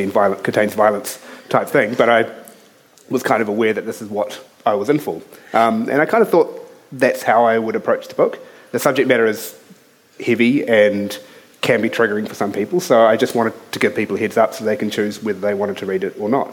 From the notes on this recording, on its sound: Speaking at the 2021 Marlborough Book Festival